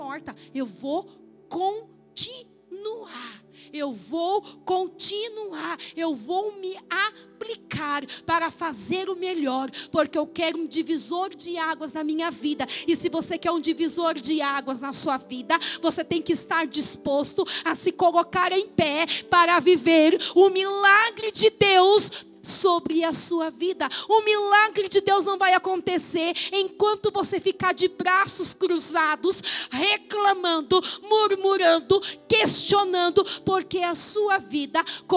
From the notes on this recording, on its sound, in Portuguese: Gravação ao vivo feita na Comunidade Evangélica Casa do Pai Piracicaba no dia 21.07.2021